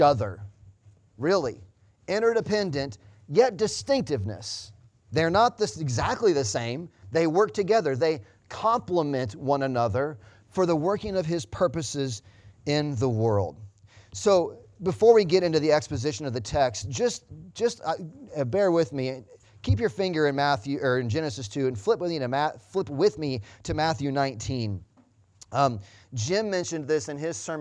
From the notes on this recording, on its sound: Sunday Morning Service Audio